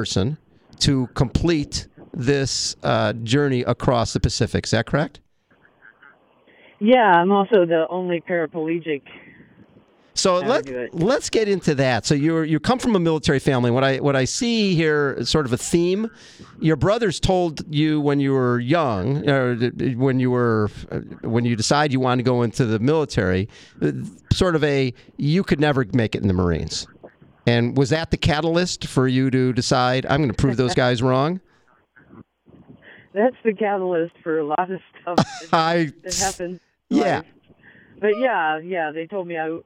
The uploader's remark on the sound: Is in the midst of rowing 3,000 miles from California to Hawaii. She took time out from rowing 12 hours a day to chat with us on her satellite phone.